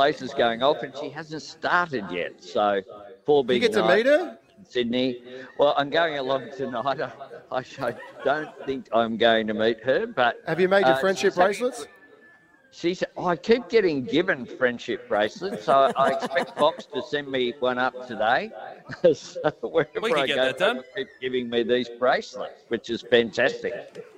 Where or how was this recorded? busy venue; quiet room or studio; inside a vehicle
busy venue